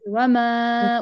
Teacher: انت لما تدفعي الصوت يعني تعطيه تنطقيه بقوة تمام، حيروح الصوت وين؟ الهواء، الهواء اللي حمل الصوت لبرا حيروح لبرا للفم، ما حيروح عن طريق يطلع لفوق للخيشوم. إذا طلع للخيشوم طلع معك غنة، إذا رفعت الوسط حيطلع معك تقليل. · Term: الدفع